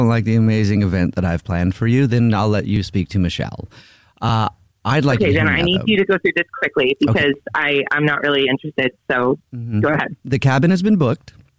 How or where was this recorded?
phone line